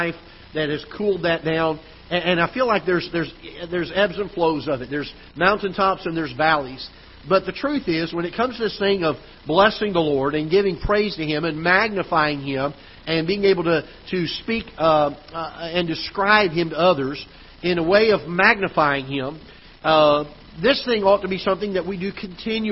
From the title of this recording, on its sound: Ketha Heights Baptist Church ~ Live Broadcast